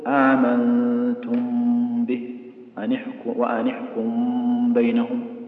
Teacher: والميم لا تدغم في الباء لكنها تخفى لأن لها صوتا في الخياشيم تواخي به النون الخفية الخفيفة.